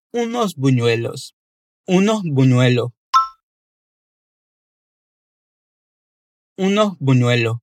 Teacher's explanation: algumas palavras são faladas de forma tão suave e tão natural que esse S no final acaba quase não sendo pronunciado